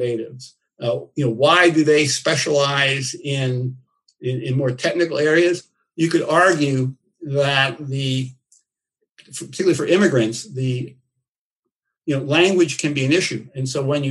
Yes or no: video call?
yes